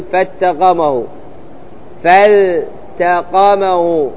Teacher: يجب إظهار اللام الساكنة عند التاء في قوله تعالى: فالتقمه، يعني انتبه تقول فالتقمه، فالتقمه.